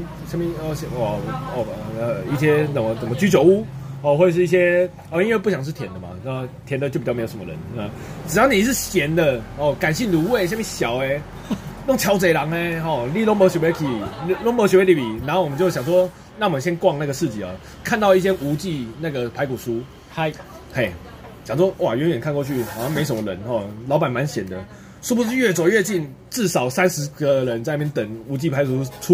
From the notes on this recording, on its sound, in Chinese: 錄音地點：牽咖啡 Chen Coffee